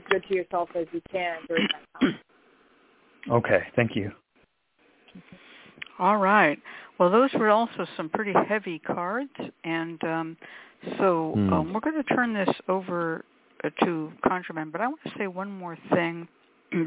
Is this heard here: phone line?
yes